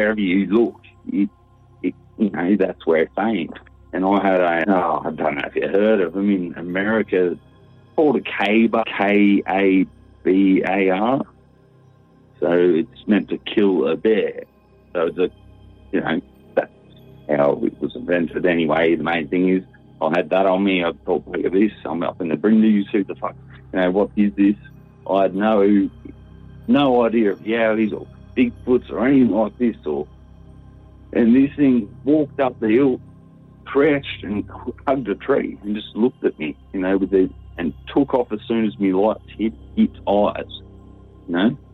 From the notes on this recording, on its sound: Live call-in episode. Broadcasting live from the glorious Eastern Coast of Australia.